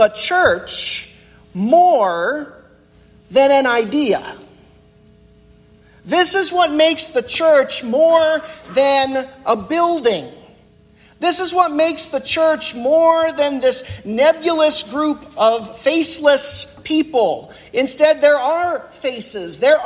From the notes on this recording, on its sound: The sermon that I preached at Christ UCC in Orrville, Ohio on Sunday, November 5th, 2023.